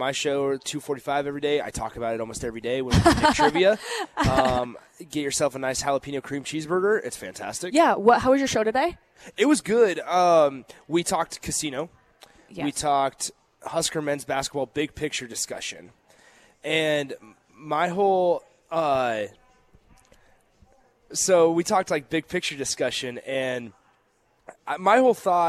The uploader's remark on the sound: Live from the Upside Bar and Lounge